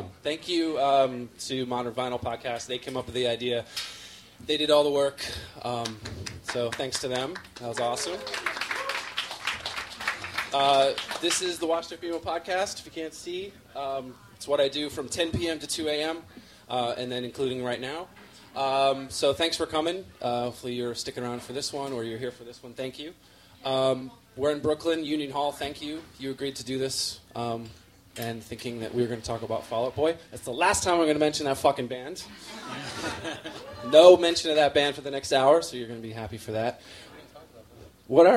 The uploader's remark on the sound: Live Podcast Taping from Brooklyn. This special episode taped live at Union Hall in Brooklyn.